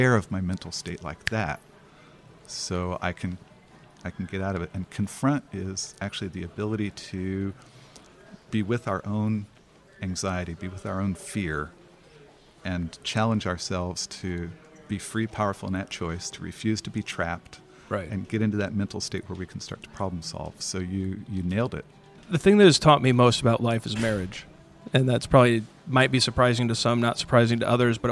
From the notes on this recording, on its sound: at The Path to Agility Conference